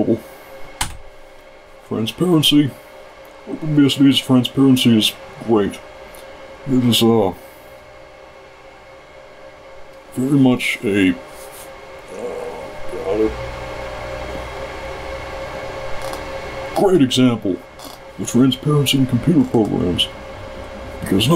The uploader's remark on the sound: The audio quality of this video is a bit doody; the audio was recorded in a server room, and server rooms are typically reasonably loud.